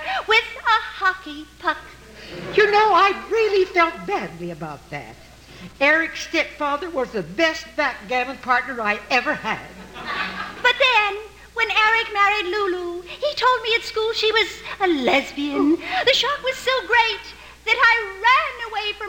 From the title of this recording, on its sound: Live Christmas Stage Show 1987